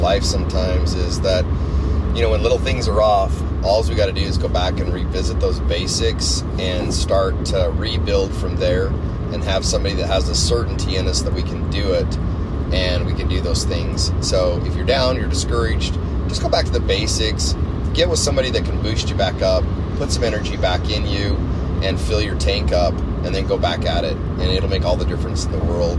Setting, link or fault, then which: fault, background noise